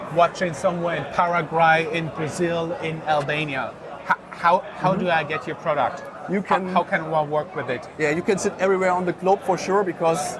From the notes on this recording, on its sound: The video interview was recorded at the booth of Frankfurt Forward at Entrepreneur University in Wiesbaden, Germany.